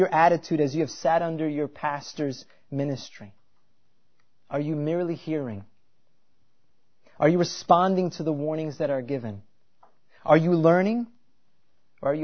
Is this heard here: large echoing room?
yes